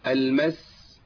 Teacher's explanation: السين رخوة. حيث فيها صفه الرخاوه والهمس